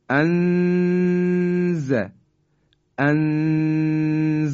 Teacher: انزلنا، انز، یعنی ما در حقیقت ابتدای مخرج زا هستیم، در حالی که نون رو هم مخفی کردیم به این شکل انز، انزلنا، که دو حرکت هم قنشو، یعنی اون صدایی که در فضای بینی هست، بایستی حتما انجام بدیم